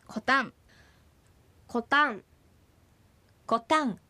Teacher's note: コタンのコは開音節で始まっているので、第二音節タンにアクセントがつきます